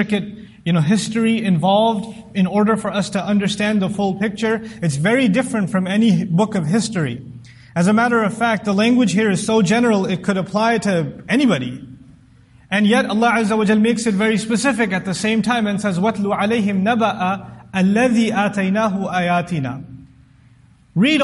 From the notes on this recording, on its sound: This Khutbah was recorded at the Islamic Center of Irving